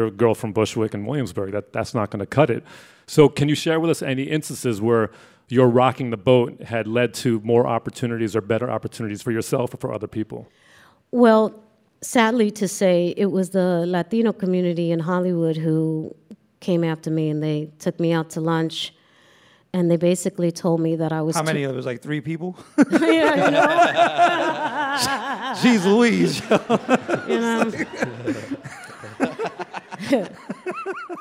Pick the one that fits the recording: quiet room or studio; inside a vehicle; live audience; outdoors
live audience